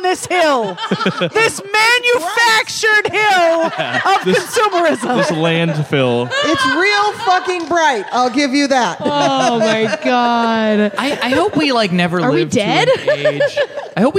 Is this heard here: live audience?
yes